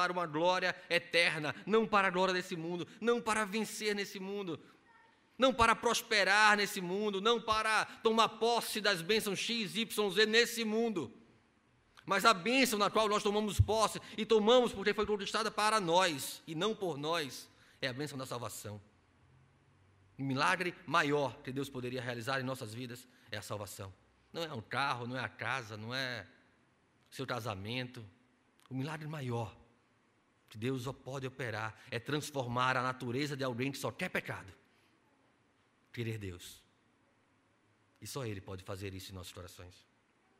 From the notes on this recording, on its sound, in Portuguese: Culto presencial e transmitido ao vivo no domingo (27/06/2021) à noite (18h), com público limitado a 50%. Conforme decreto do governo do estado de PE devido à Pandemia da COVID-19.